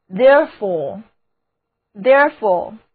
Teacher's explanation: 字母组合 ore 读作长的 o